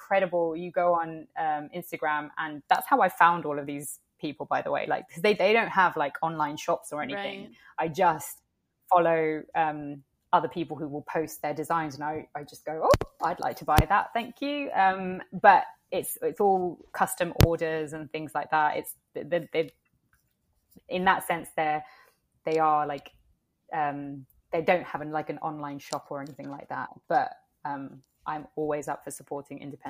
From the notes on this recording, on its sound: the audio in this episode was a tad bit messed up when it was downloading